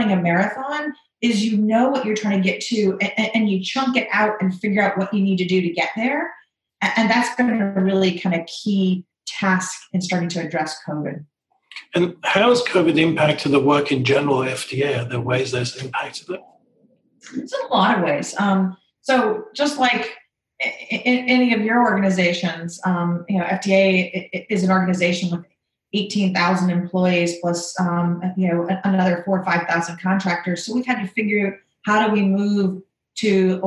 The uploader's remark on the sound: This is a special episode of a webinar